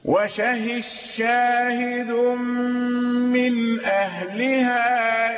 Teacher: وشهد شاهد من أهلها، الدال أضغمت في الشين